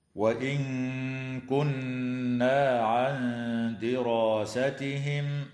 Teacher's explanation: وتخفى مع الغنة مرققة عند الكاف والدال